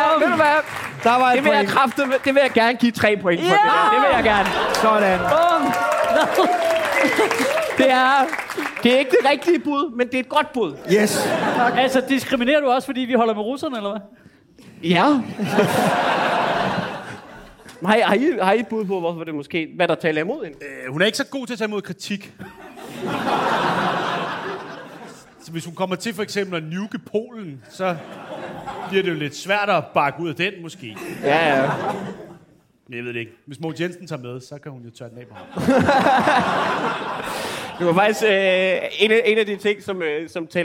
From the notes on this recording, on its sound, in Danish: Afsnittet er optaget live på Comedy Zoo